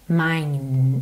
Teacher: mine, encerra o som no N, não pronuncia a letra E